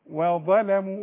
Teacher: والواو مرققة والضاء تخينة واللام ترقق